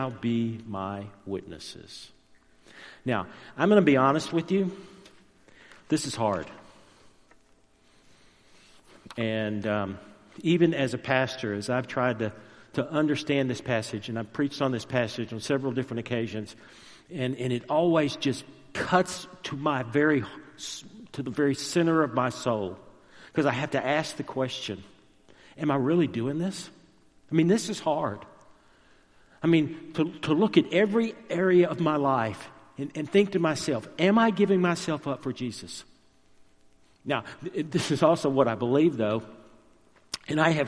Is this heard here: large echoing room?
yes